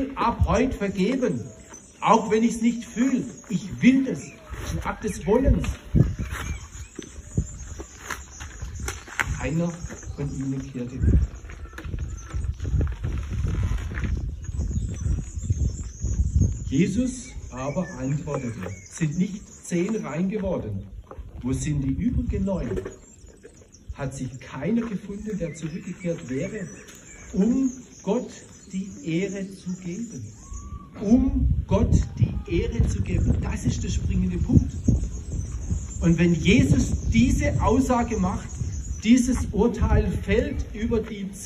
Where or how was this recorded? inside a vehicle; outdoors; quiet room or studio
outdoors